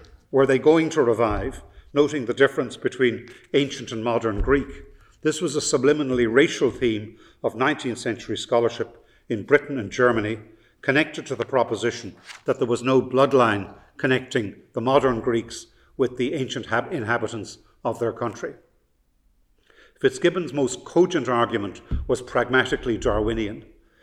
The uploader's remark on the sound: The Lecture was delivered from the King's Inns